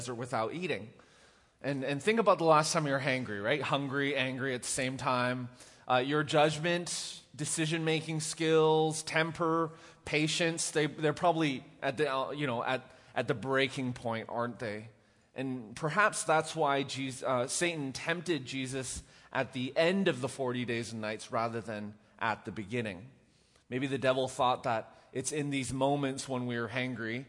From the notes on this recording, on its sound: Recorded live at The Fellowship at Two Rivers